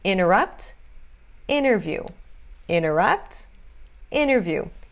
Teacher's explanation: estamos vendo T, NT, numa sílaba fraca, numa sílaba átona. Então, esse T some.